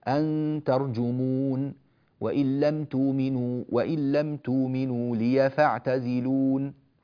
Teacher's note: فلا نثبت الياء في حال الوقف